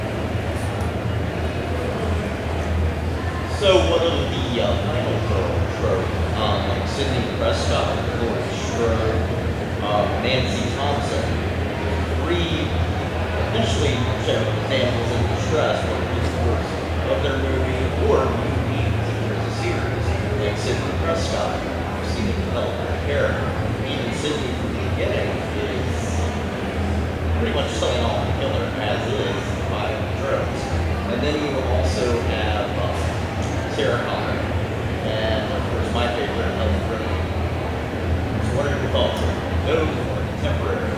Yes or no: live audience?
yes